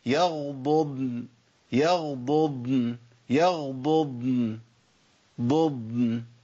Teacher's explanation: الضاد الاولى متحركه بالضم، والضاد الثانيه ساكنه، يبقى باين الفرق بينهم